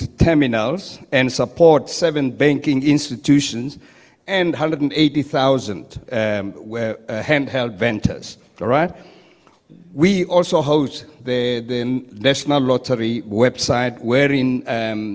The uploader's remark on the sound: We are still coming to you live from Durban at the Coastland Musgrave Hotel where the National Lotteries Commission is welcoming its newly elected board chairperson.